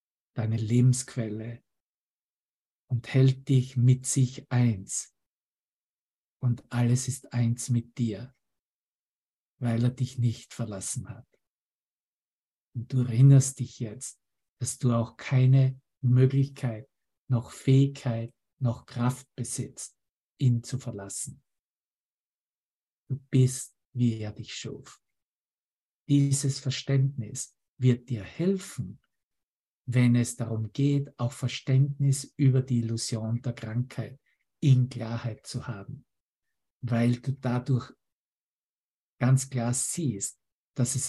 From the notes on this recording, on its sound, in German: Zoom-Session. Veranstaltet von der Aleph Akademie.